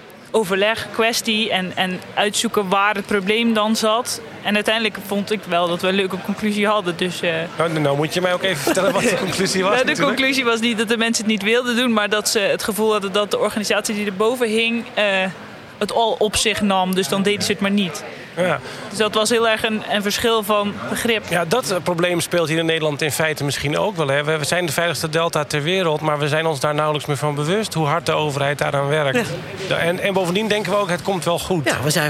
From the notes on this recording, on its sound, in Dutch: Deze podcast is opgenomen tijdens het Deltacongres 2019 in Goes